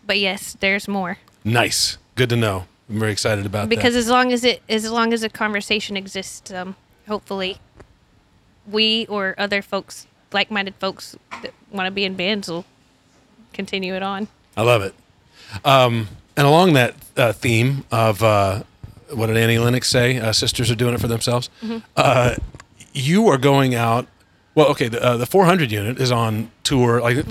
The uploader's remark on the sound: Desert 5 Spot, Los Angeles. 88FIVE Live sessions are recorded live on location.